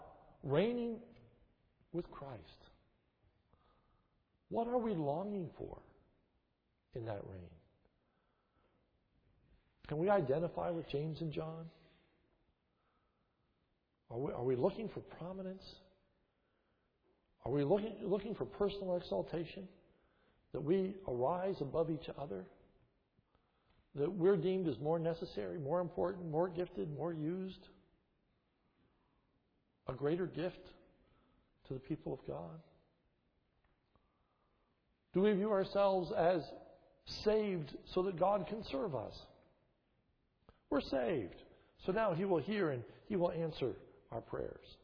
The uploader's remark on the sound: This is a sermon recorded at the Lebanon Bible Fellowship Church, in Lebanon, PA, on 4/17/2011 during the morning service. The sermon was given during Palm Sunday, 2011.